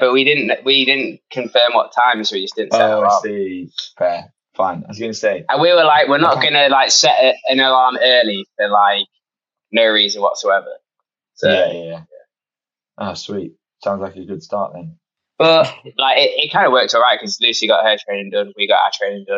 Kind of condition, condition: fault, poor sound quality